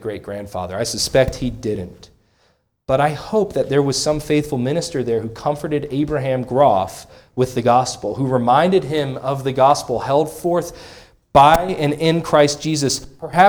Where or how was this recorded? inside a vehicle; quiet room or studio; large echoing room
large echoing room